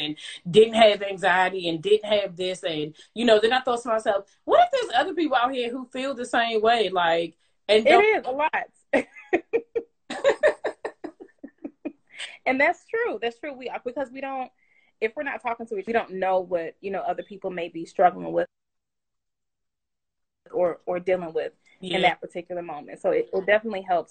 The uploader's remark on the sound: went LIVE with me on Instagram